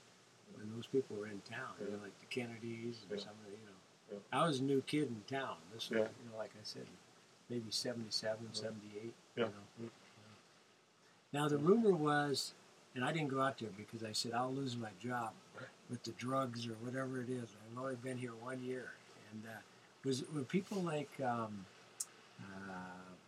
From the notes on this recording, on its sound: while traveling the back roads, highways and byways in a converted 1991 International school bus named the Chool Bus